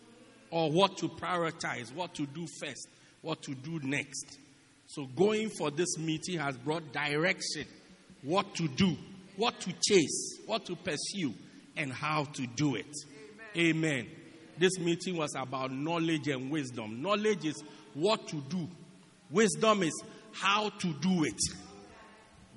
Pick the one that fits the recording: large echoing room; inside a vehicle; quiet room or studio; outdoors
large echoing room